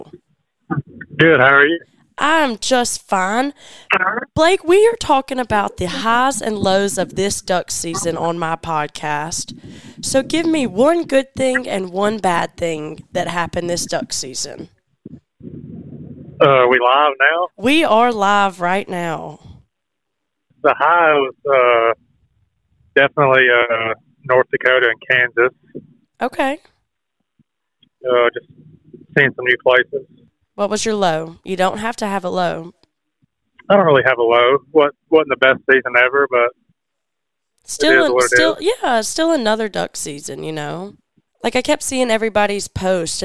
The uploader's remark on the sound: I jumped on the phone with a lot of people